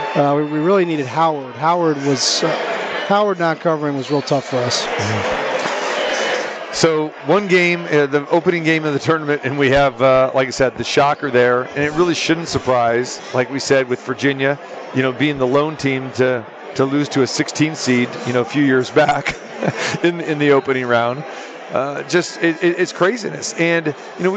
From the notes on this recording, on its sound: Live from the Super Book at the Westgate Las Vegas. While the opening round games are going.